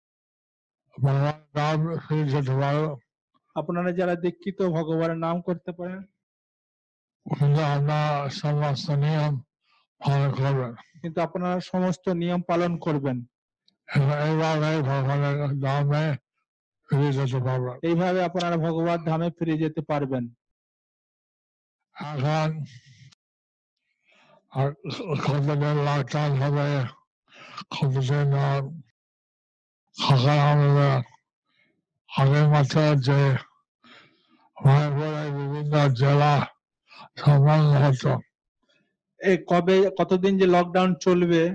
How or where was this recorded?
video call